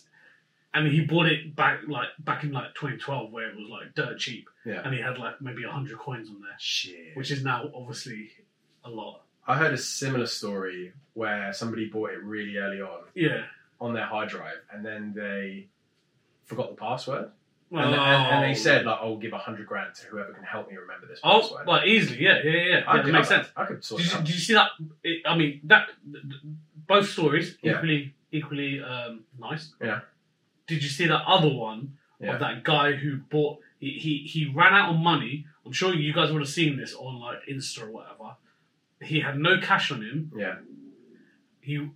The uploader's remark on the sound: Mics weren't working despite being plugged in.